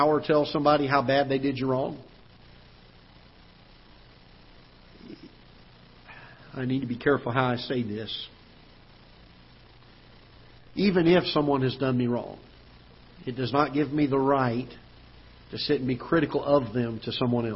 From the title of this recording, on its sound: Ketha Heights Baptist Church ~ Live Broadcast